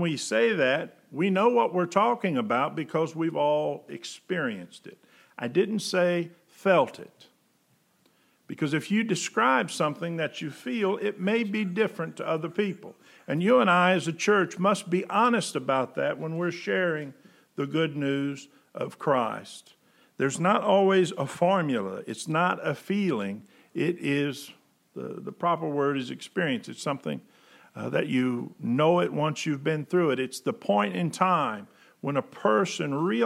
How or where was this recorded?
large echoing room